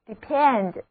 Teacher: 注意字母 e 在这里读作 depend，重音在第二个音节